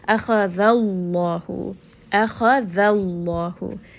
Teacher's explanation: the back of the tongue is raised. The name of Allah here is heavy.